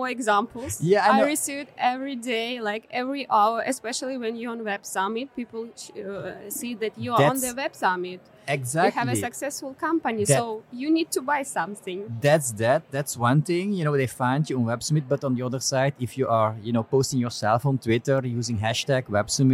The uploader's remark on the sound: This episode was recorded at Web Summit in Lisbon on November 4, 2021.